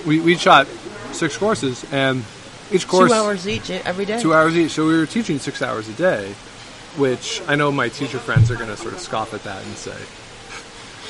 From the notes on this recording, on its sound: Recording while we waited for our flight to Toronto at the end of the program.